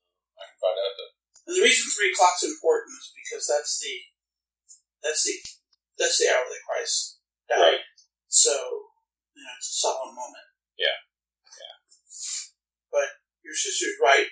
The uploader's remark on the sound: We apologize for some of the spotty sound; we were experimenting with recording on Skype.